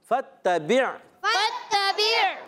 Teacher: فا کو ڈائریکٹ تا سے ملائیں گے، الف نہیں پڑھیں گے۔ تا مشدد زر رک کر ادا کریں گے، تا پر زبر ہے، با کنچ زیر، عین ساکن ہے، با کو عین سے ملا دیں گے، عین کی ادائیگی حلق کے درمیان والے حصے سے۔